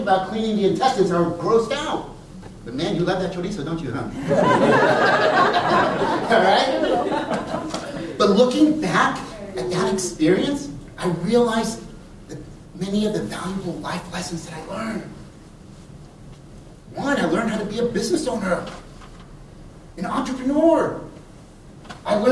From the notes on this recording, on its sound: a past keynote from the San Francisco Chapter of the National Hispanic Organization of Real Estate Associates (NHORA)